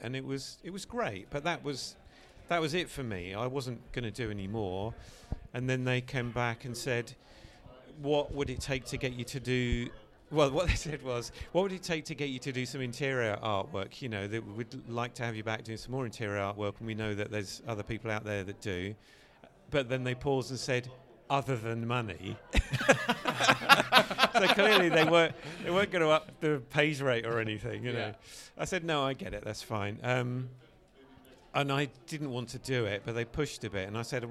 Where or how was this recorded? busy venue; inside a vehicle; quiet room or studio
busy venue